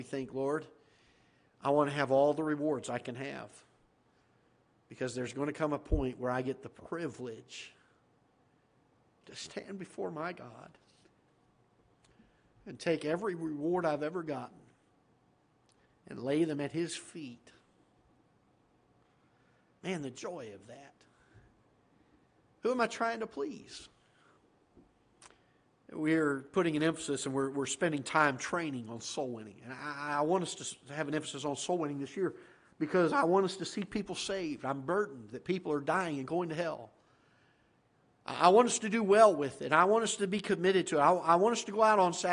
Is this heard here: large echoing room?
yes